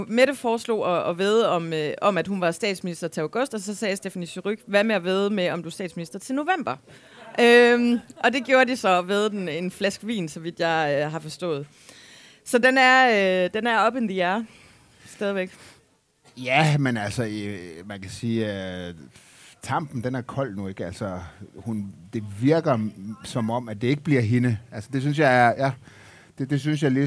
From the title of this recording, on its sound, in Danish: Live fra Folkemødet